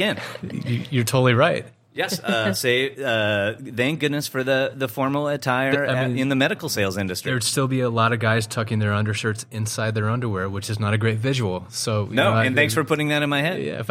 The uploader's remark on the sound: Recorded on Tuesday, August 8th from the eTail East tradeshow in Boston. From the eTail East tradeshow in Boston .